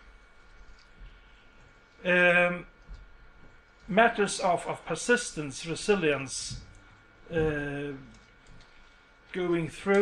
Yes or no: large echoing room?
yes